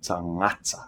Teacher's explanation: Remember that the G in tangata is nasal and rolled together with the N sound, as in nga.